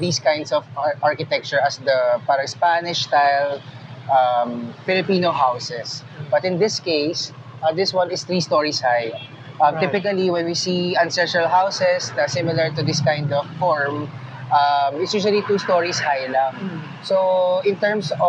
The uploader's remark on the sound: a walking tour of San Nicolas